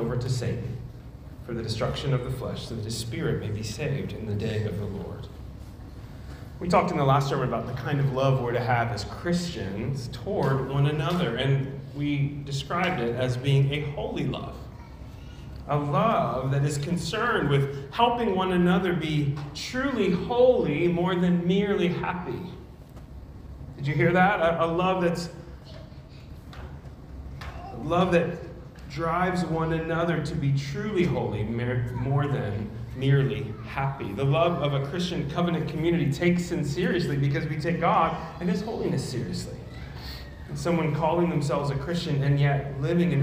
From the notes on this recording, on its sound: at Immanuel Church of Orange County on November 6, 2022.